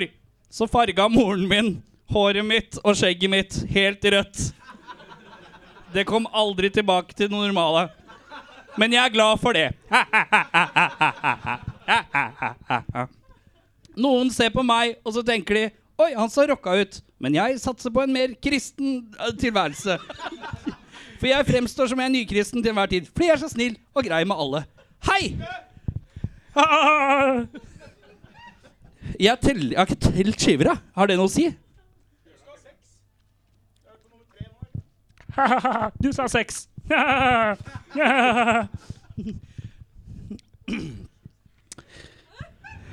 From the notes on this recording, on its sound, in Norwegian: Live-pod fra Vaterland